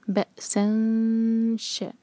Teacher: اب یہاں پر ہم نون کی آواز کو چھپائیں گے، تنوین میں جو نون کی آواز ہوتی ہے اس کو چھپائیں گے، اور شین کے لیے زبان تیار کریں گے · Term: سلائڈنگ تنوین